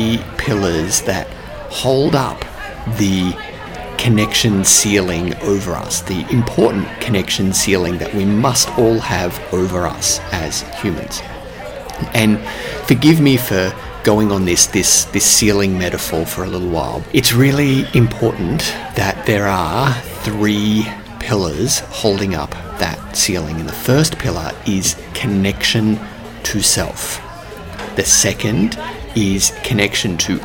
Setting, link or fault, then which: setting, busy venue